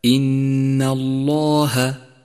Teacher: فخمت اللام من لفظ الجلالة في قوله تعالى إن الله، لأنها سبقت بحرف مفتوح هو النون، فهي تفخم إذا سبقت بمفتوح أو مضموم وترقق إن سبقت بمكسور.